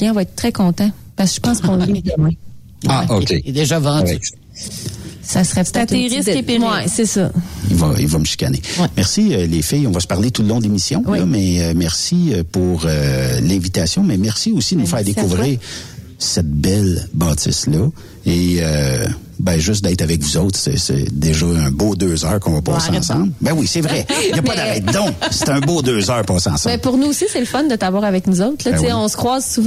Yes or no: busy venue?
yes